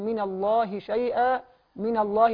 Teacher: لفظ الجلالة اللام فيه تفخم قبلها مفتوح